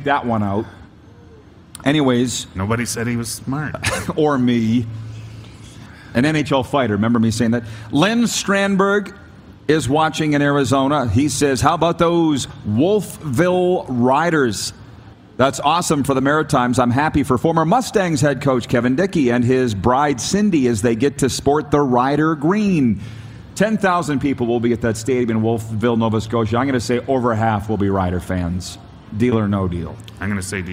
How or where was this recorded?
busy venue